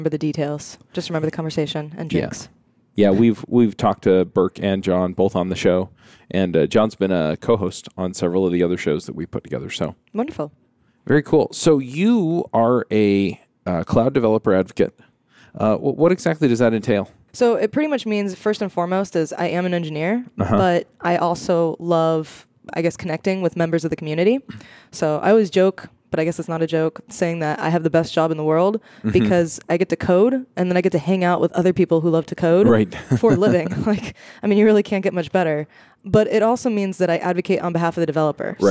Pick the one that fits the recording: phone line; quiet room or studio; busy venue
busy venue